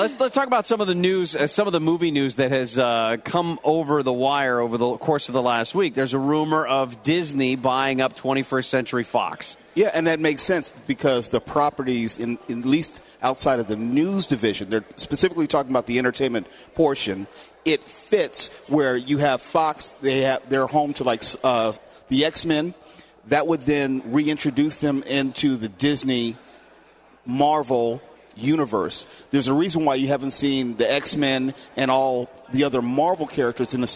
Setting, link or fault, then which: setting, busy venue